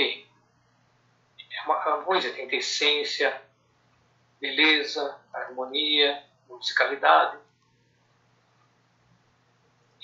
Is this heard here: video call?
yes